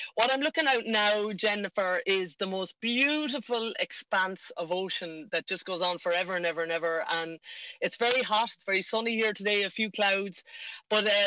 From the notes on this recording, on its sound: Live from her boat.